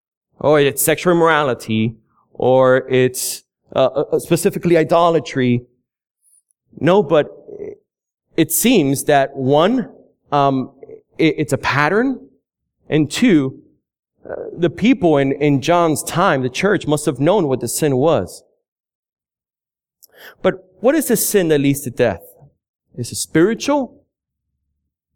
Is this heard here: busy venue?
no